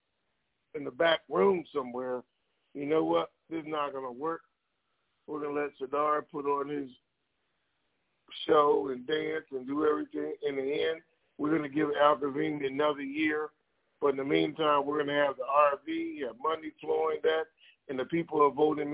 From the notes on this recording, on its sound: TNTSuperfantastic Conference Call